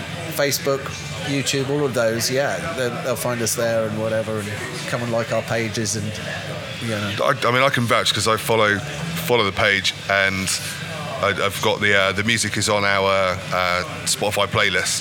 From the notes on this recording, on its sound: Recorded at Wilton Live 2 on 27th Jan 2024